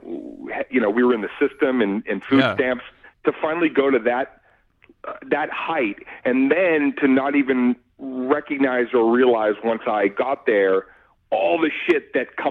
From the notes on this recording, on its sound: IN THE STUDIO (by phone)